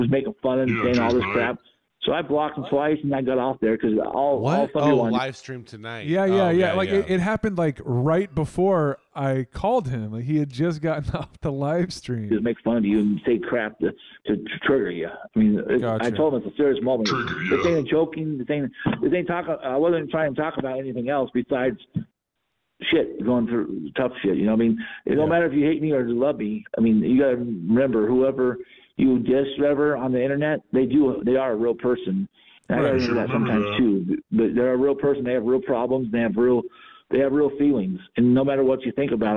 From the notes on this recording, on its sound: the recording of the call